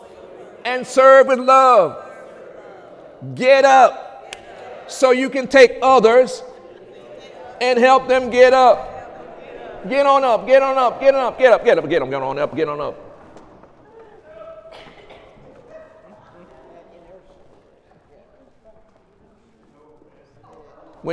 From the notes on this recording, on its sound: During Sunday morning service on March 5, 2017